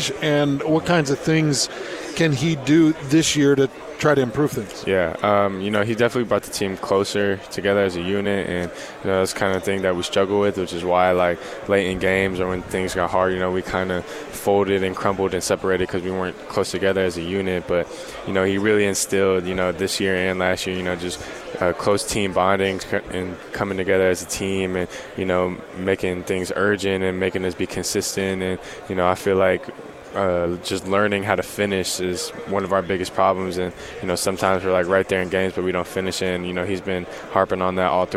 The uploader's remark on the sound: live from Pac 12 Media Day